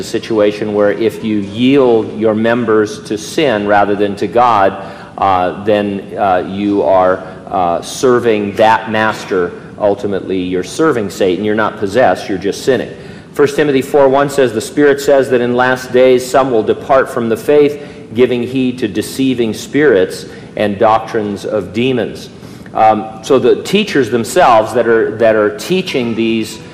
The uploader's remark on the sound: During a live Q&A session at Calvary Hanford.